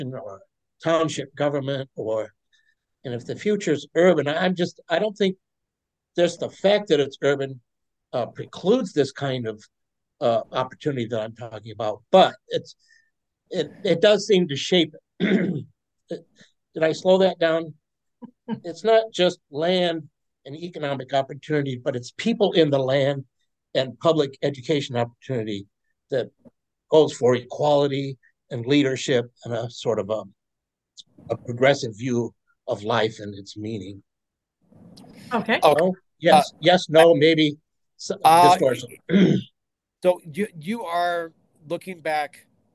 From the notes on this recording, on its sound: Using the Substack podcast feature with Zoom to interview. Typically, we have from 20-40 on the call.